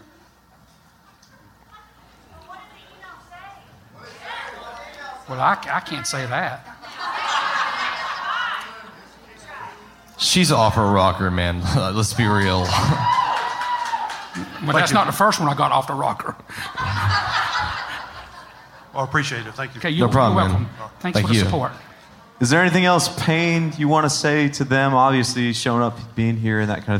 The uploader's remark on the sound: On July 30th at Terminal West in Atlanta we gathered with a few hundred Up and Vanished supporters to listen to the Season finale live, followed by a Q&A.